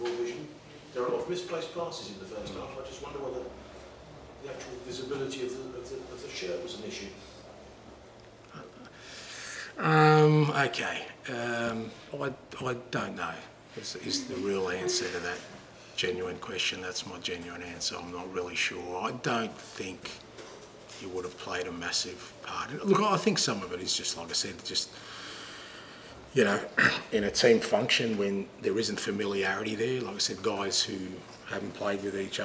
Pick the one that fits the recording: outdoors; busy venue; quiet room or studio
busy venue